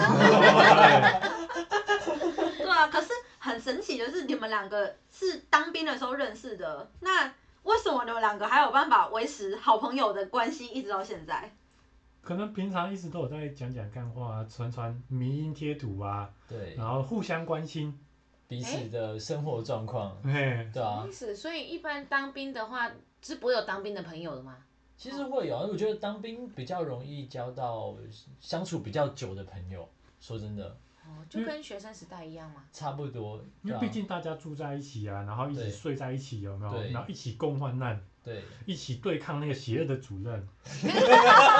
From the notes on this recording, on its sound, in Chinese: 但因為預錄集數和錄音地點的關係，所以目前還在努力測試中。雖然暫時還是會聽到不完美的音質，但之後會越來越好的喔～。